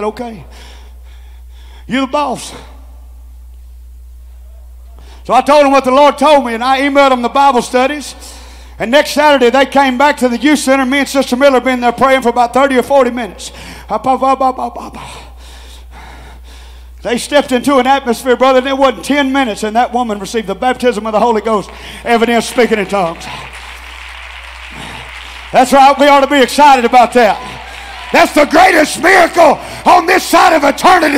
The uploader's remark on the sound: Tent Revival Night 2, Oct. 8, 2022